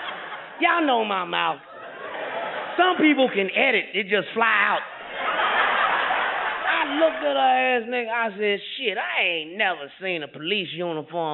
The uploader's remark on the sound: As he buzzes around the stage and literally climbs the walls. Stand-up special live from Oakland, California.